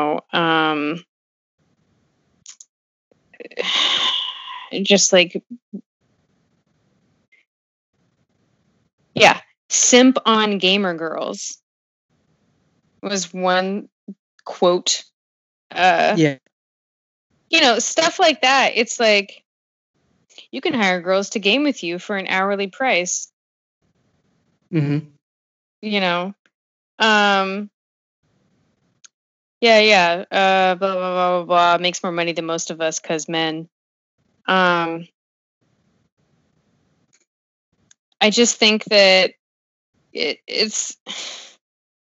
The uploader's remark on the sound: Another quarantine episode over skype